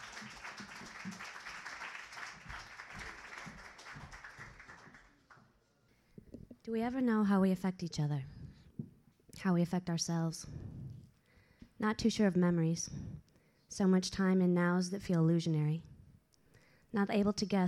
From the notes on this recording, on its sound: This is the earliest known recording of the Kzoo Poetry Slam at Kraftbrau Brewery.